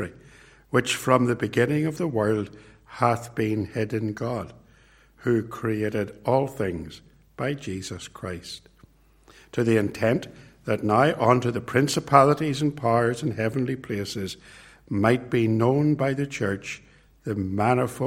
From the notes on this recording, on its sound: This sermon was preached at Ballymacashon Congregational church, and at Templepatrick Reformed Church. It was recorded at Templepatrick.